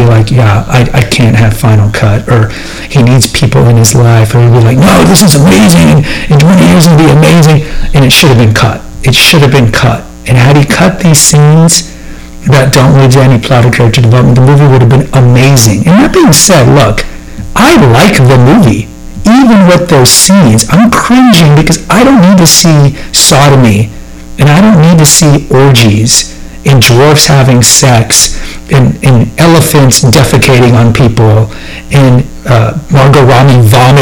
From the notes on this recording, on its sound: The audio is suboptimal, my apologies.